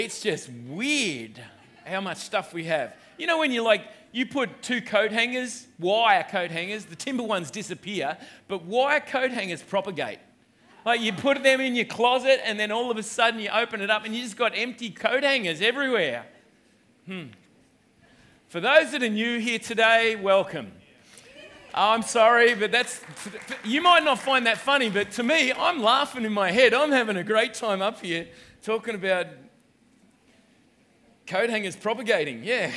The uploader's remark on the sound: Delivers the word for River Edge Church. This message was recorded on 19/01/2020 at the 11am gathering.